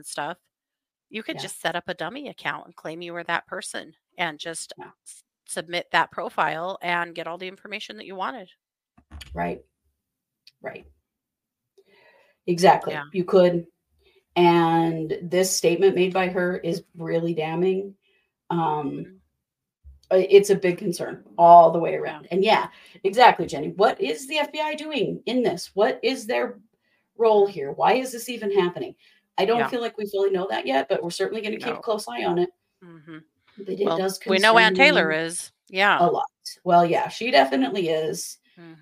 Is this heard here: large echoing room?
no